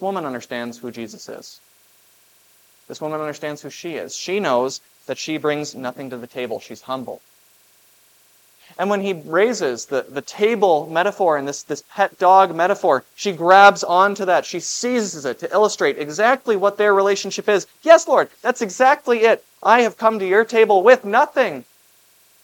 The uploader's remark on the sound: This Sunday sermon, based on Matthew 15:21-28, was preached at Grace of God Lutheran on August 20, 2023.